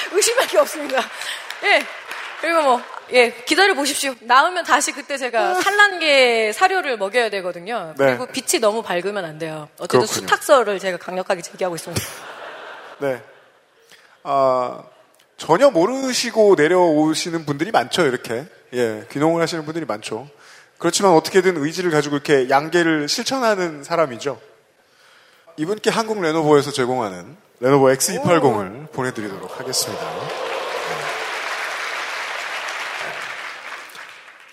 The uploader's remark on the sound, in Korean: 300회특집 공개방송